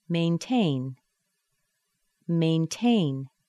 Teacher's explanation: The T sounds like a T. Nice strong T with air coming out.